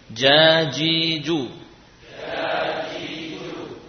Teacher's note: tiga huruf ini, jim, shin, dan ya, berasal dari tengah-tengah lidah